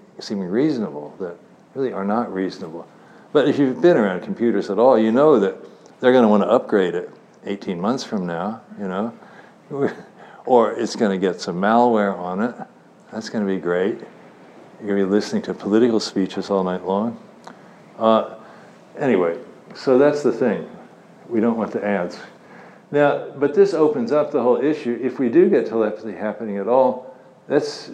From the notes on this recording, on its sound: Talk at IOHK Summit conference in Miami Beach.